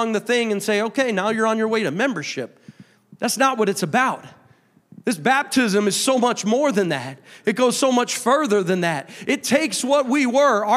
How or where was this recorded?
large echoing room